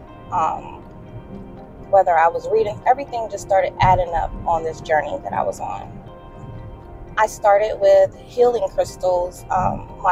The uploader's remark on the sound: Please excuse the sound quality of this episode. It was easier for me to record this driving.